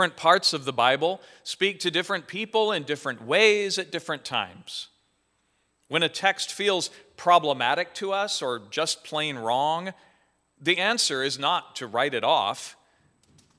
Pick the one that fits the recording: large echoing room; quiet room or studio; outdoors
large echoing room